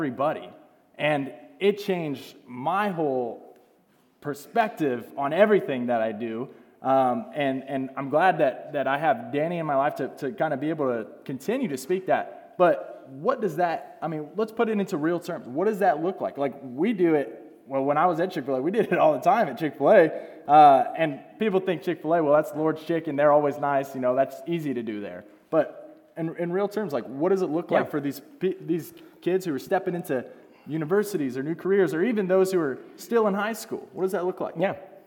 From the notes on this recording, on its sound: LIVE RECORDING!!! The live recording from a youth event.